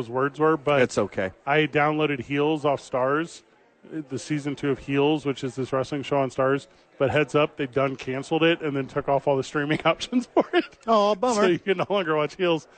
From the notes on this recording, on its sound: Live at Sadies.